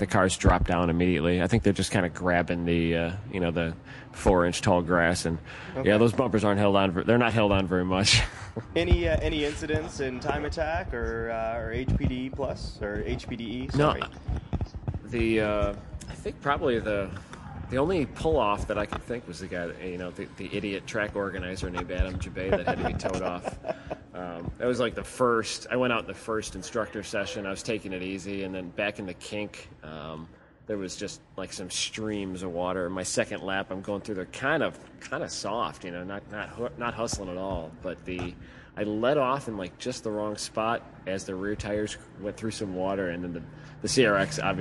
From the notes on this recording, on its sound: Live from #gridlife at Autobahn. The guys come live to you from Autobahn Country Club and the 2nd #gridlife event of the year.